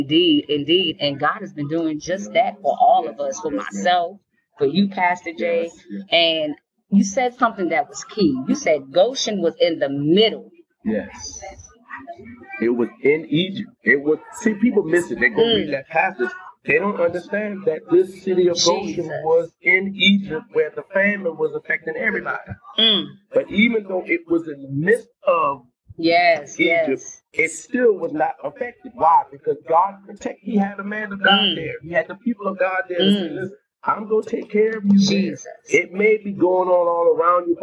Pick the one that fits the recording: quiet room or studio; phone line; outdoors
outdoors